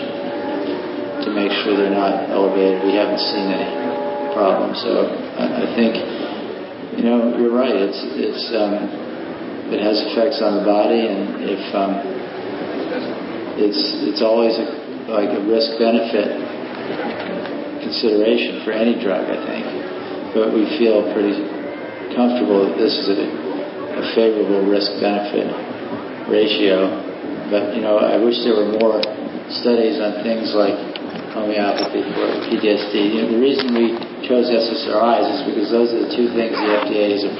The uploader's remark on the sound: This talk was given as a part of the MAPS/Palenque Norte lectures at the 2006 Burning Man festival